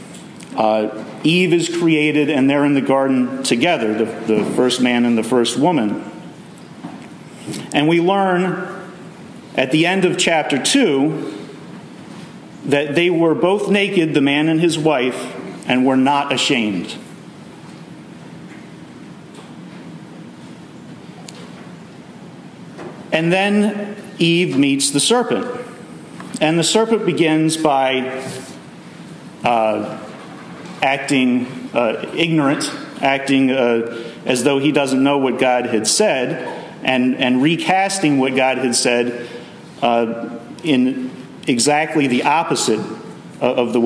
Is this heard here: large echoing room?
yes